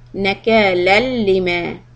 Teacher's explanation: So nakalan is followed by shaddan lam, so it's idgham, but no gunna. Idgham without gunna.